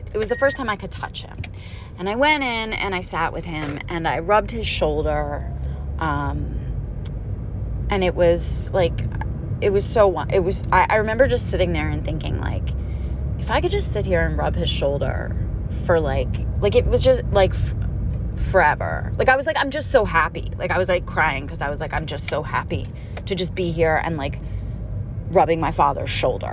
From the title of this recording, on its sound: grieving alone in my car